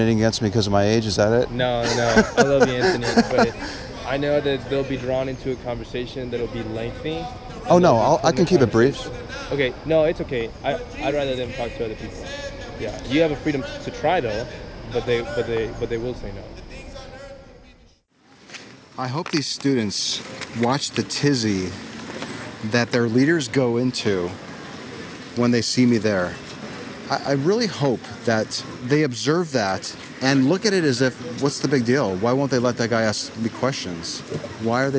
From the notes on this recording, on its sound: Location: San Antonio, Texas. Recorded w/Go-Pro.